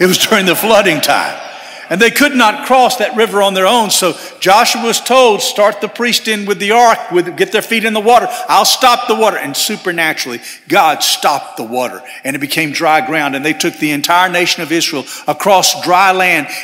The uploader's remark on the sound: At First Baptist Church Hendersonville, NC.